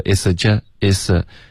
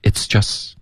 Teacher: It's 的这个 t 跟 just 之间又出了一个 a 的音了 · Shown in: first take